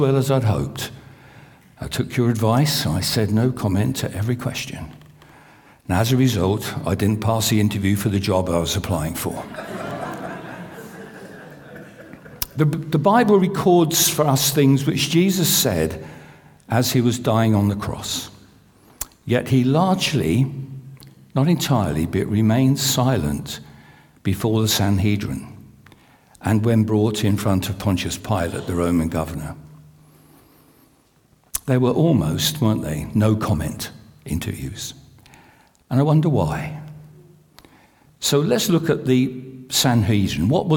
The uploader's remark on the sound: This sermon was recorded on Sunday 2nd April 2023 at our Great Denham venue.